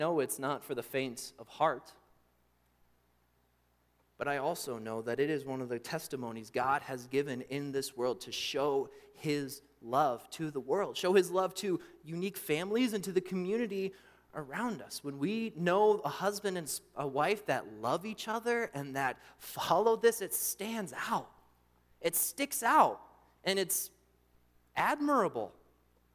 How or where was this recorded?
large echoing room